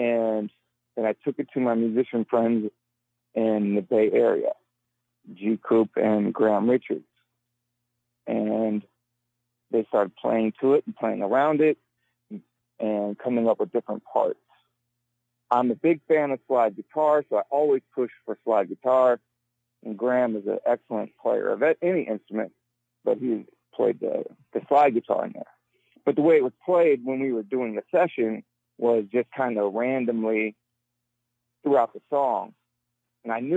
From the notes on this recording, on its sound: phone interview